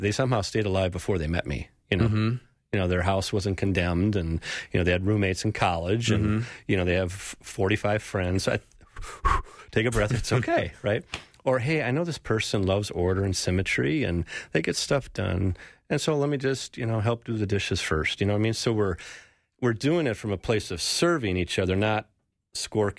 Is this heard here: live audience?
no